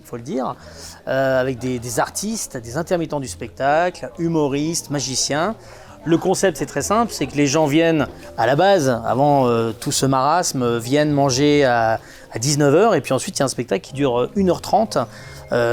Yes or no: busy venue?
yes